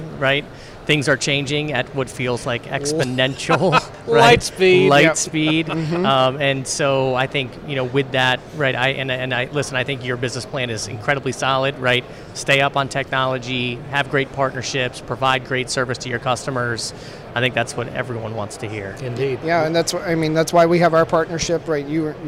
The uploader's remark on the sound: Live from FiberConnect 2019